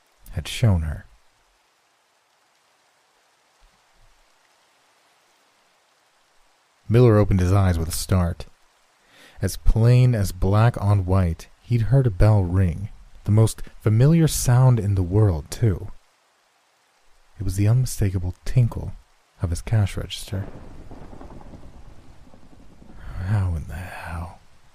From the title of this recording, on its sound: Rain & Thiunder Sounds